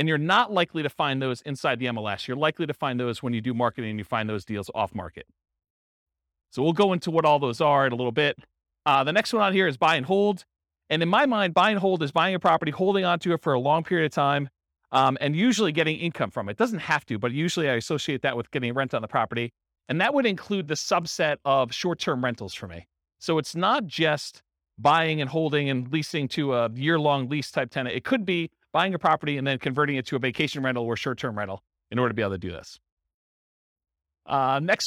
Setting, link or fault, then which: setting, live audience